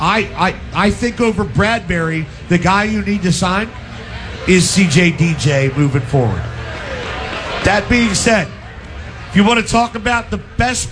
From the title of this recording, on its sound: LIVE from our Giants Playoff Tailgate!